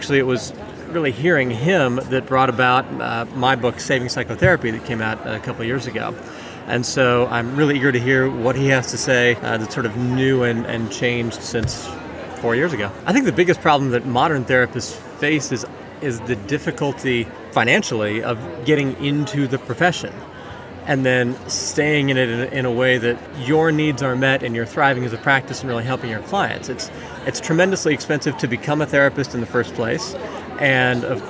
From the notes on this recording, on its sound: Having Fun at The Evolution of Psychotherapy Conference: Talking about Modern Therapist Problems in the Exhibitor Hall.